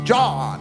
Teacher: His accent puts him somewhere in South Georgia where they have long vowels.